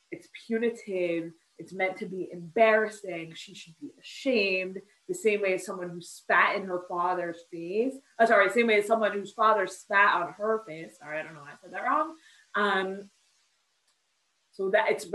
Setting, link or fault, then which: link, video call